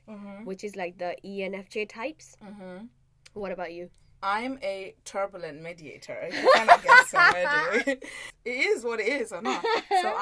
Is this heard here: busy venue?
no